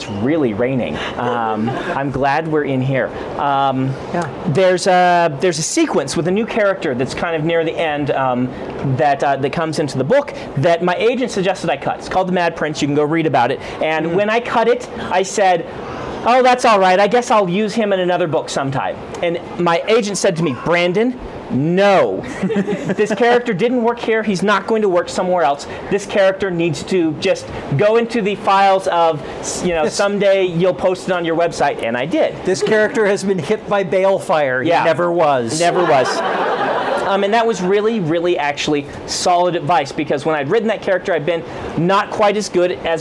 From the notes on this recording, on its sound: Recorded live at Dragons & Fairy Tales. Audience Noises: Delivered on cue, thanks to cleverly positioned signs...